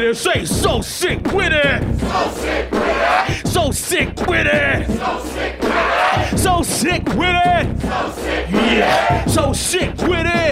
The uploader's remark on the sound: A second bonus episode of Secret Skin, with more material from Secret Skin Live!